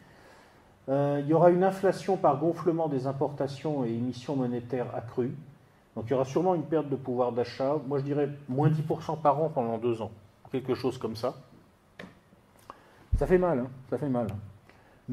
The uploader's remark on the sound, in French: Le 3 juin 2017 à Amiens pour une conférence.